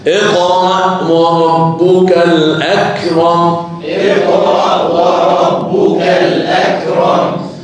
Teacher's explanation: ما فيش قلقلة في الكاف يا جماعة